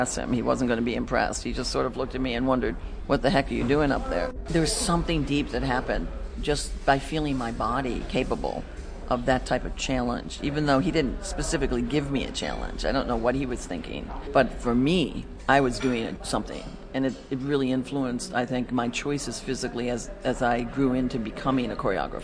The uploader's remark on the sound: Combination live performance, community event and radio broadcast based in the New York's Catskills region.